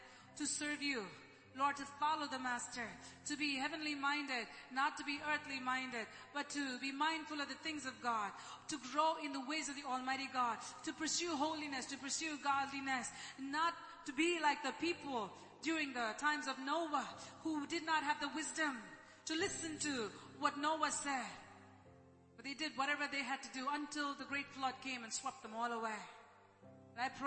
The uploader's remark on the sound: ELBIM Church Sunday LIVE Stream Audio